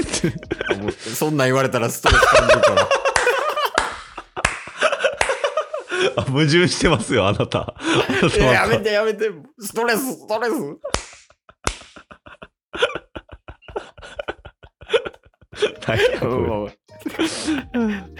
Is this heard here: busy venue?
no